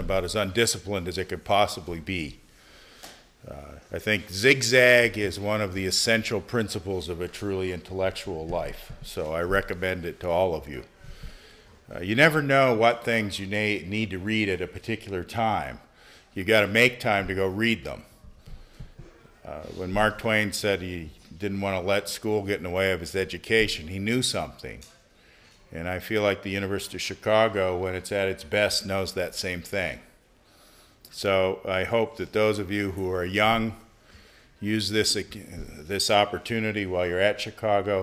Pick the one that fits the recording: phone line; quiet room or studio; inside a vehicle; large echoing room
large echoing room